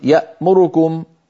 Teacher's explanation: اختلس ضمة الراء بمعنى أتى بها سريعة مقصورة الزمن · Term: الاختلاس